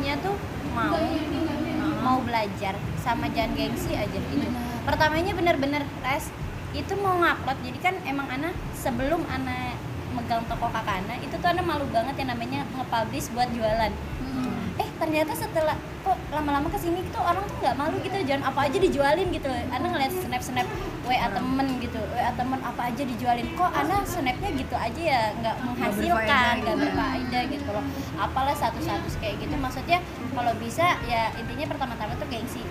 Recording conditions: background noise